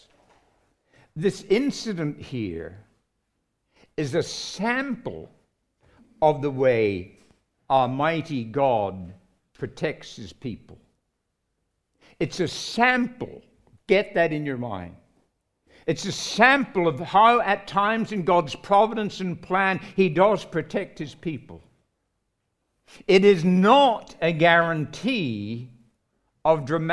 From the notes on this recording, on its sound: recorded live at Grace Community Bible Church